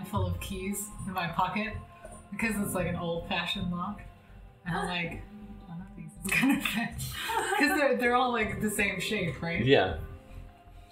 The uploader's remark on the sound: Sorry about the echo on the feed, we did eventually fix that but not this episode.